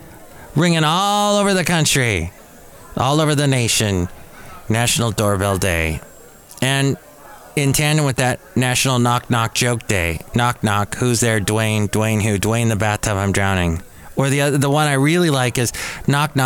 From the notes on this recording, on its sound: podcasts live from Café Anyway